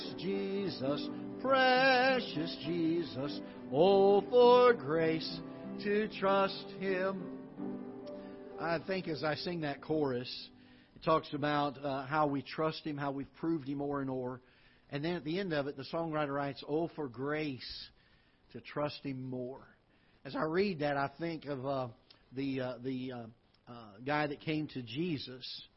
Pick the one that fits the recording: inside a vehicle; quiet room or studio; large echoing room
large echoing room